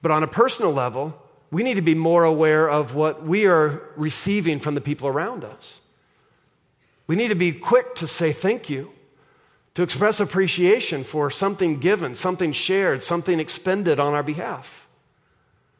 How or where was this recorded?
large echoing room